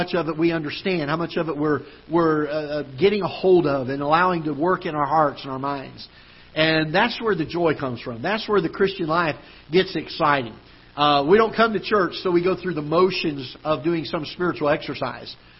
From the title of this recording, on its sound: Ketha Heights Baptist Church ~ Live Broadcast